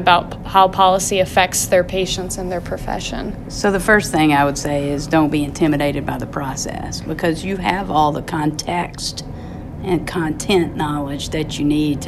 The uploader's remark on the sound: live from the 2018 APTA Federal Advocacy Forum in Washington D.